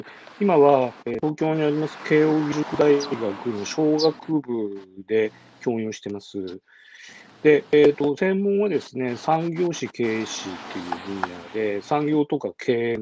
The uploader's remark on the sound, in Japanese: 歩きながら1時間、対談する。